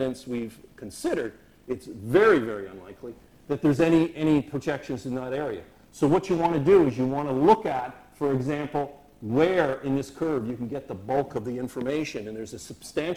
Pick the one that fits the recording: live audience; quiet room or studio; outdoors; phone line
live audience